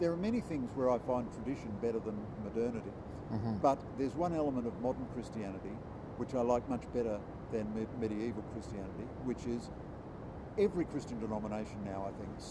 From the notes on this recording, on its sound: outside Sydney cathedral - his voice is a wee bit quiet so you may need to turn it up